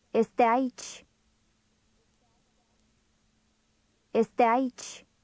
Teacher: Notice how those two words run together to sound almost like one.